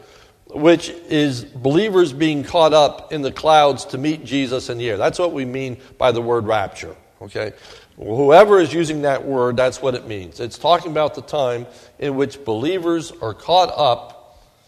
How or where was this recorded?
large echoing room